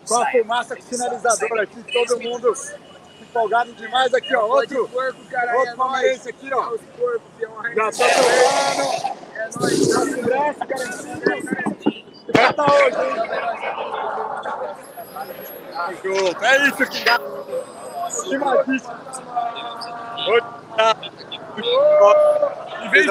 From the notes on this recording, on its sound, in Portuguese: LIVE PODPORCO DIRETO DO CORREDOR ALVIVERDE! Podporco entra ao vivo direto das Alamedas para mostrar toda festa da torcida alviverde.